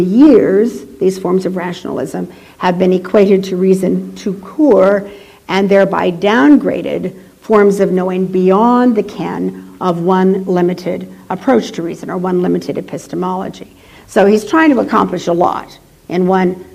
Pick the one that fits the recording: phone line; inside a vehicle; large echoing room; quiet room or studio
large echoing room